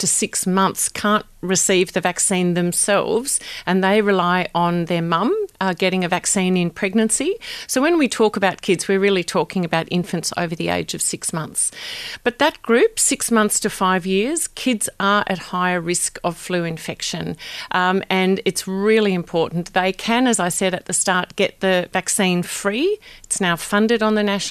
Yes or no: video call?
no